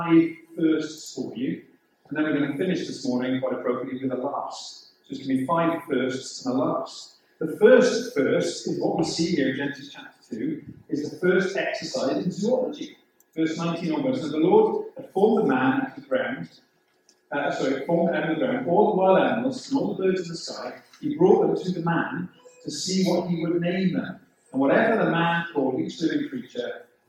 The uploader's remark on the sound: The sound quality of this recording is quite poor.